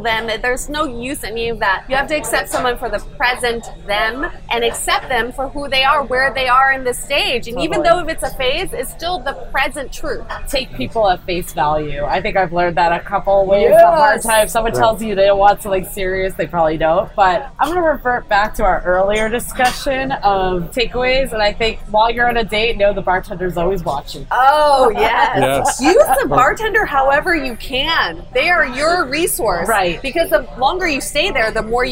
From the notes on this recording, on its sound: LIVE from Mad River in NYC. Live at his bar, Mad River, in the Upper East Side of New York City.